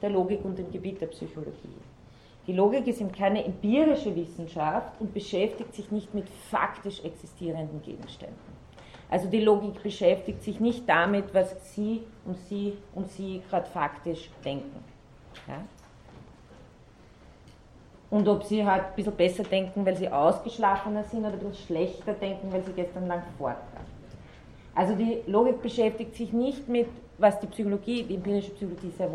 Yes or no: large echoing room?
yes